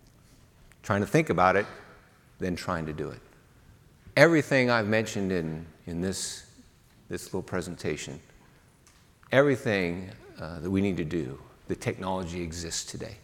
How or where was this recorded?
live audience